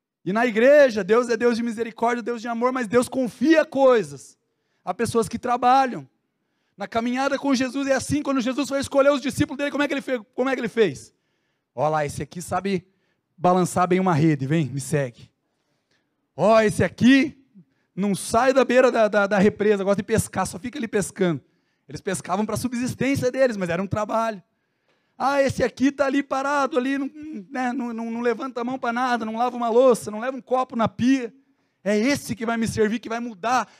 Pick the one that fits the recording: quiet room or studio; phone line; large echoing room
large echoing room